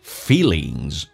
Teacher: 长元 e,嘴角拉到极限